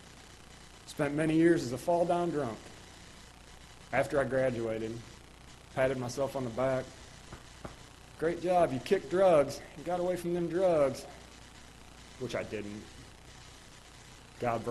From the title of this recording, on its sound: Ketha Heights Baptist Church ~ Live Broadcast